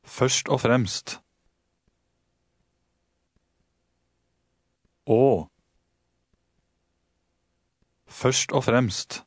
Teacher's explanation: Remember that the G at the end of the second word is silent